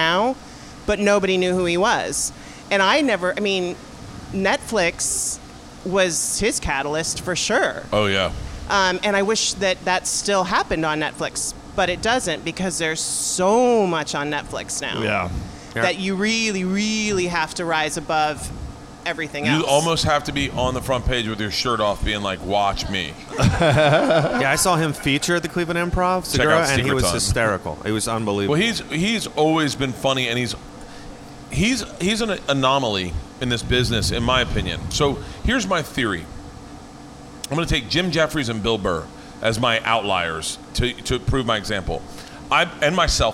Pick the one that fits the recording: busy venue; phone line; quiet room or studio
busy venue